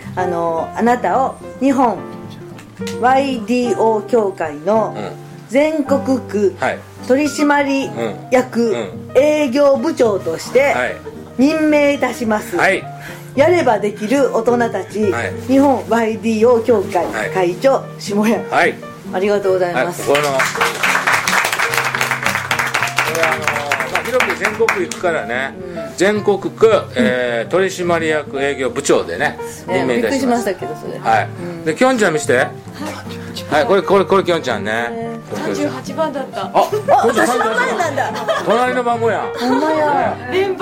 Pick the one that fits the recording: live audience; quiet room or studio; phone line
live audience